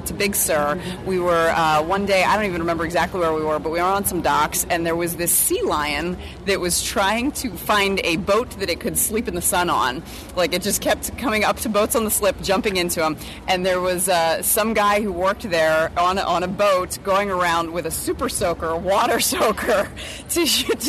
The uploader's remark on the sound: What do you do when you are in sunny San Diego next to the palm trees, boats and water? Outside while enjoying the sun.